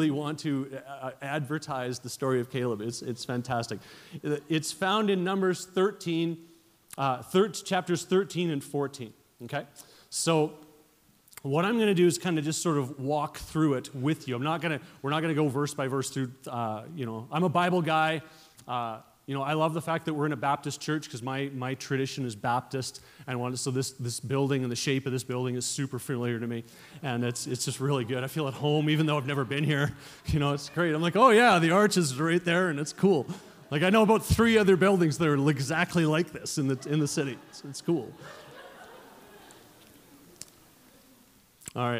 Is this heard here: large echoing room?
yes